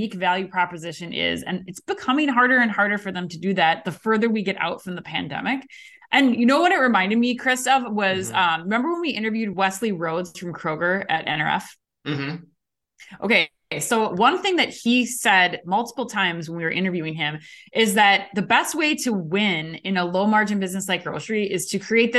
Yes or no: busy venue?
no